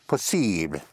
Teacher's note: And in French, ibly is pronounced ible, like possible would be possible, yes, with a light touch of the, hardly audible touch of the L